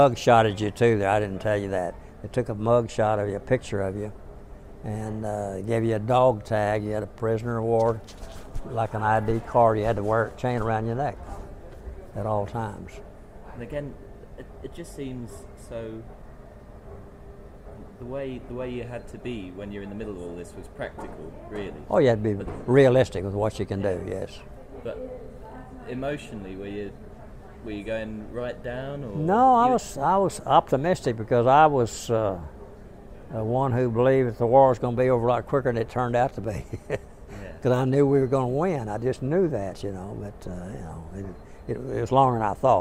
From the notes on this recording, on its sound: recorded by students from Norwich University College of the Arts at the 61st convention of the 2nd Air Division Assn, Dallas, Texas in October 2008.